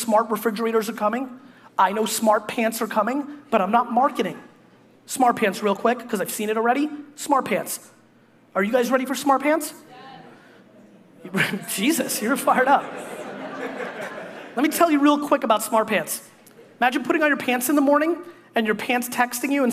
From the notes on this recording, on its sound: Toronto 2014 Keynote. A keynote I gave at the Canadian Music Week Digital Media Summit.